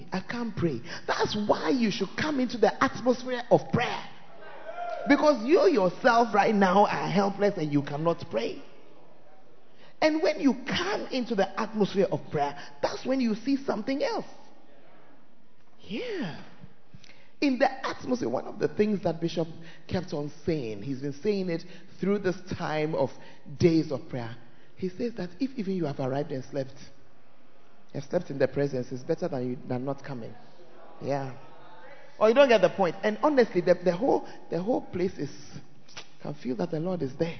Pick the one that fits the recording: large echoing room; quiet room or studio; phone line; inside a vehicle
large echoing room